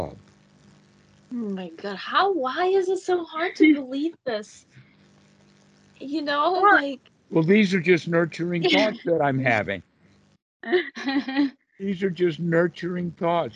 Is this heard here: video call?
yes